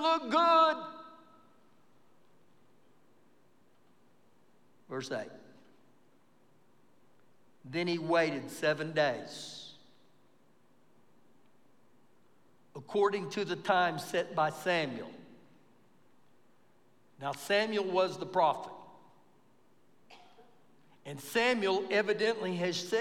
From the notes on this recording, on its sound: Recorded live during our Wednesday night service